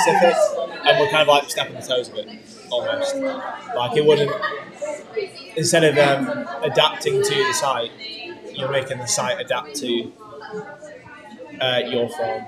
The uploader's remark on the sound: at the NSDF festival!